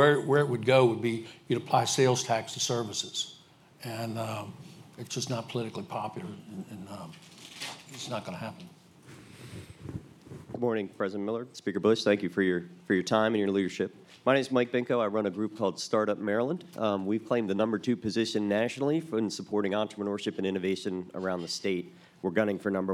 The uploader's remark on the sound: Before an audience of over 160 participants